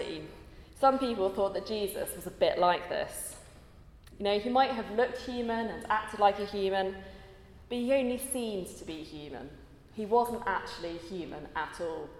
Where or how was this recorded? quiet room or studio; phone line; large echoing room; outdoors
large echoing room